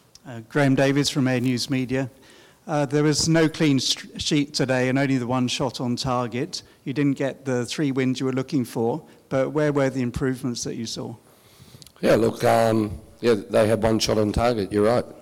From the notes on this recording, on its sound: Post-Match Press Conference. At the post match press conference.